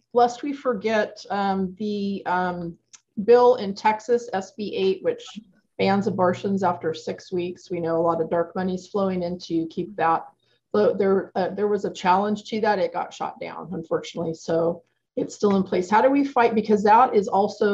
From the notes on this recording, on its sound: At this 86th zoom session of the Grassroots Emergency Election Protection Coalition